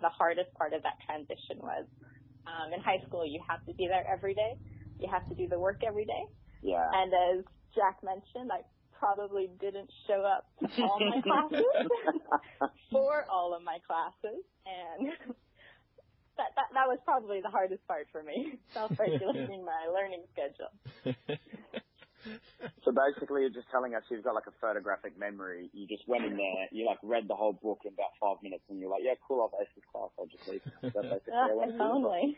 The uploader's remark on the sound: In Melbourne. In Sydney and I in Brisbane we all caught up for a quick chat on the phone.